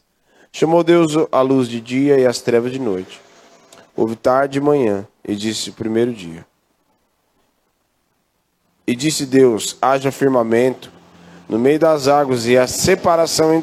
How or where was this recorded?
large echoing room